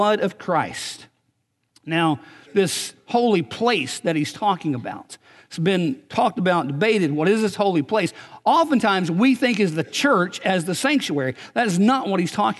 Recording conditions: large echoing room